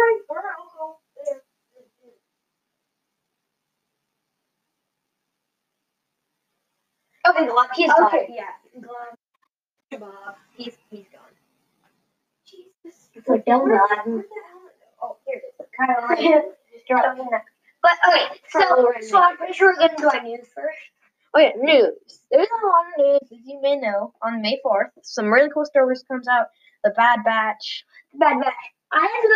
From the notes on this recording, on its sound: Technical difficulties while trying to record a podcast.